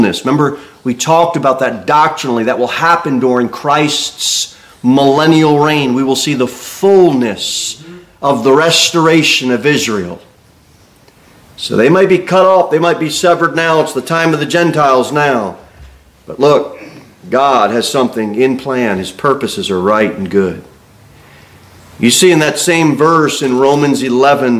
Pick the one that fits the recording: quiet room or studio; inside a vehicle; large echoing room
large echoing room